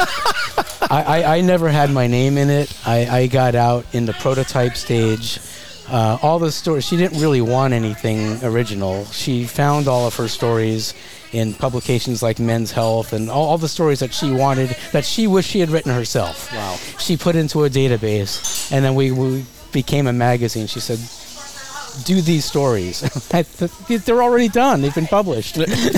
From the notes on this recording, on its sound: Recorded live at the center of the Coachella Valley, Skip Paige’s Little Bar .